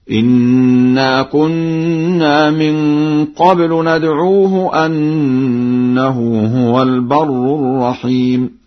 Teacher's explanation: قرأ ورش بفتح همزة أنه هكذا: إنا كنا من قبل ندعوه أنه هو البر الرحيم.